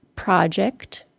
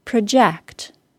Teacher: Project, stressed on the first syllable, is a noun. · Shown in: first take